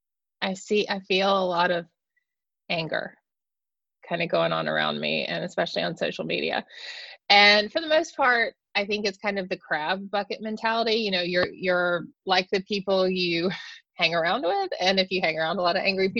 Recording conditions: video call